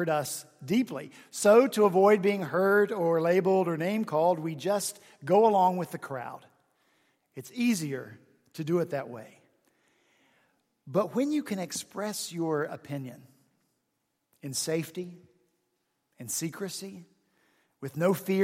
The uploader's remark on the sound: at Redeemer Presbyterian Church in Charleston, SC